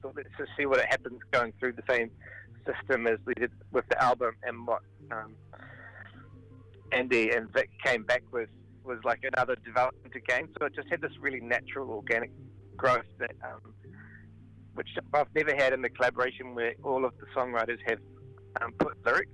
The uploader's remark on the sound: Phoned in to chat.